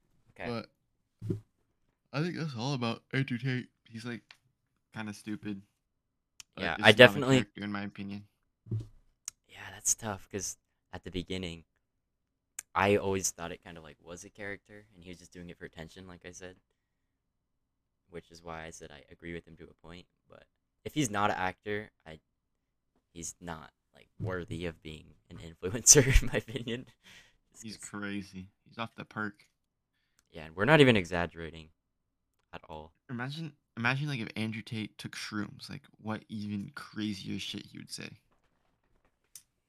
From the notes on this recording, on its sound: Our mics aren't mixed properly, thats on me.